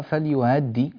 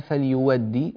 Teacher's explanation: كأني سمعتك تقرأ فليهدي هكذا بالتسهيل، اجعلها فليودي بالواو بارك الله فيك. الواو هنا يعني بدل الهمزة، واو خالصة تماما، واو مفتوحة · Shown in: second take